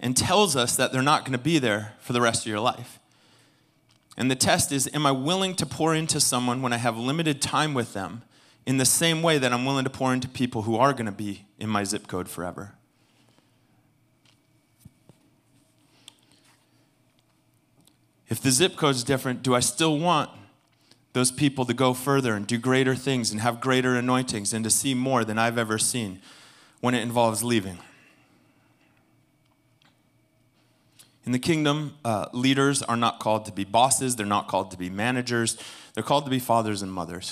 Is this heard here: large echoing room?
yes